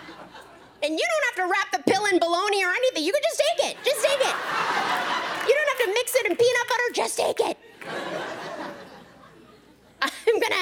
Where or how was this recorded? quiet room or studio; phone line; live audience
live audience